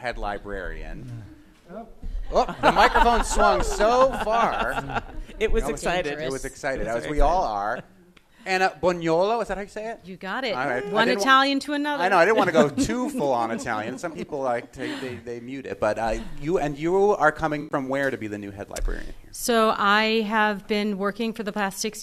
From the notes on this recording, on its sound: We broadcast live from the brand new library in Greenfield. LIVE from Greenfield Library. We head to Franklin County to share our celebrations with a whole building as we broadcast live from the brand new library in Greenfield .